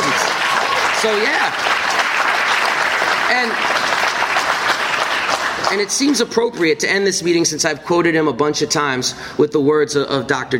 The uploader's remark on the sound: Then, in front of a live audience, I do a talk about the political lessons of the Mizzou football strike against racism.